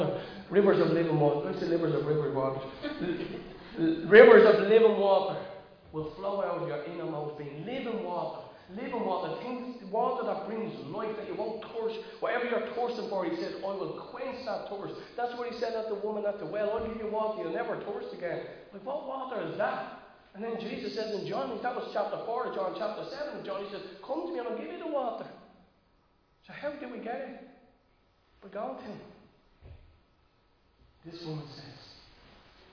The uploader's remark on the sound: Recorded live in Liberty Church on 19 June 2022